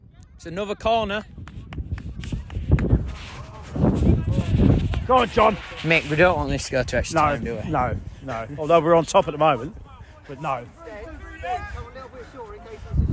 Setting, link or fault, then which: setting, busy venue